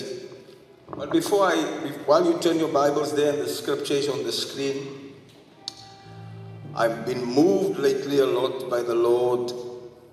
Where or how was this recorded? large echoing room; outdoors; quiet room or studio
large echoing room